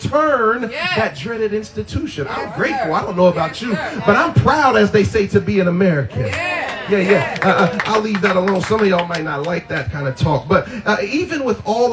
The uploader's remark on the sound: Freedom Outside Service.